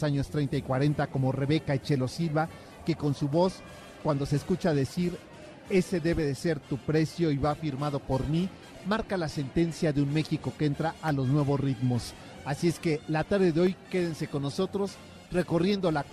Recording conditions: busy venue